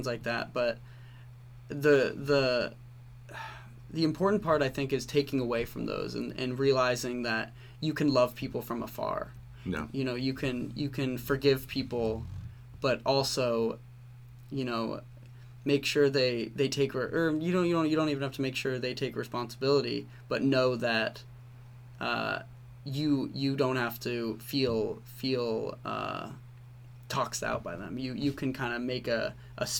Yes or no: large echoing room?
no